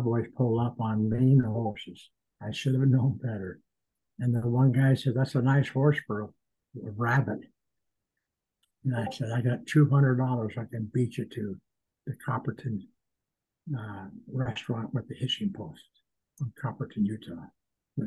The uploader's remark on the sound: Please be patient with some audio difficulties on this episode.